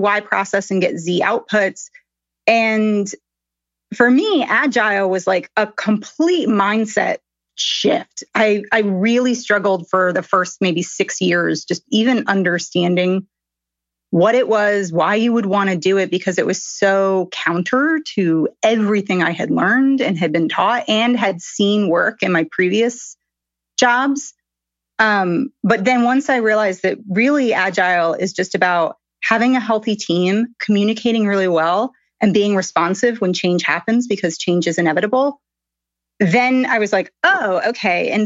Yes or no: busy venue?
no